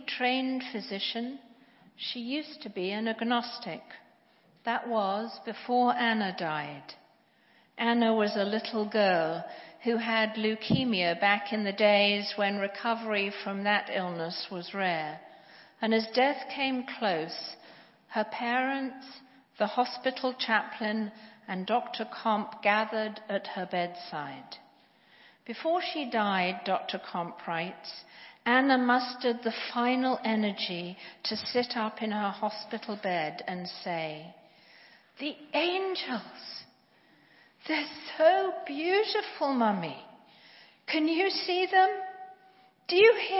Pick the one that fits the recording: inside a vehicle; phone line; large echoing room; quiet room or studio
large echoing room